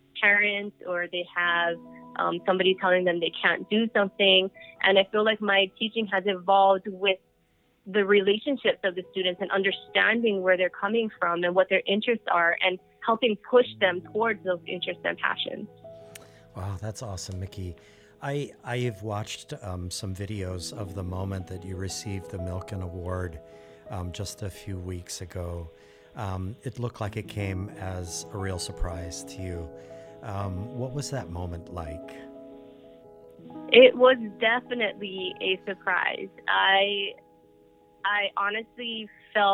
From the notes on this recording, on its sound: FYI, this episode was recorded via phone bridge to a studio in Hawaiʻi during the Covid-19 crisis. For engineering the audio at Thunder Studios Hawaiʻi.